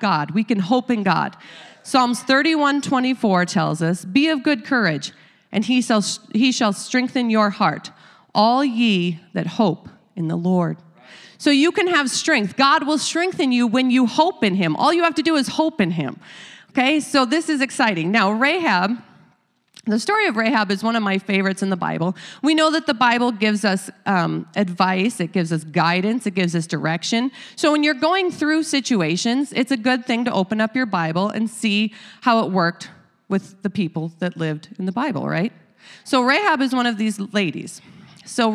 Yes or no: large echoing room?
yes